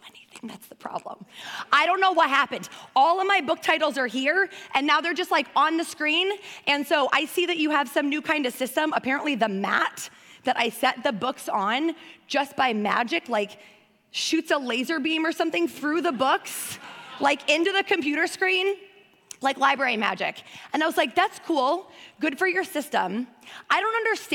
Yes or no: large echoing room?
yes